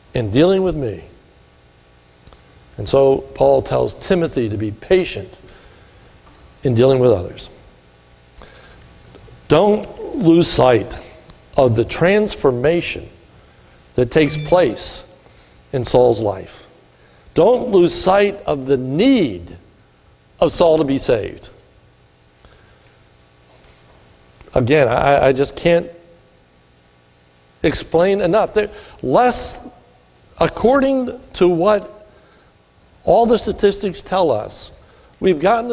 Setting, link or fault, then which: setting, large echoing room